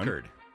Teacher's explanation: in Old French, Richard takes a harder CH sound than the modern one.